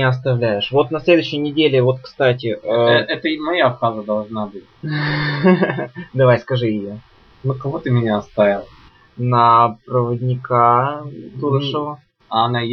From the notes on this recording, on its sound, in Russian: Извиняюсь за качество записи этого подкаста, форс-мажор с записывающим оборудованием.